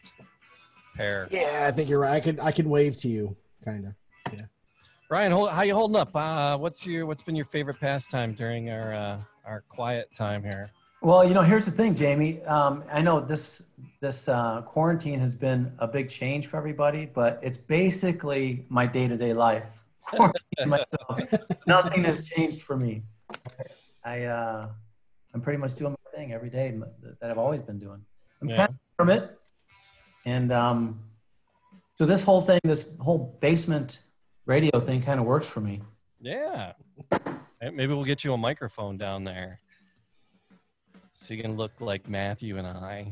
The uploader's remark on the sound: Remotley we attempt to zoom some animal fun. We got zoom bombed.